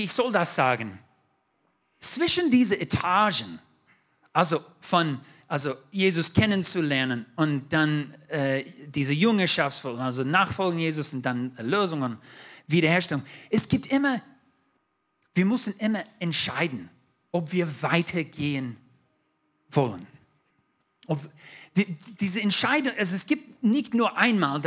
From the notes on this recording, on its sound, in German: 2022 in der Gemeinde Kaleo Schopfheim aufgenommen.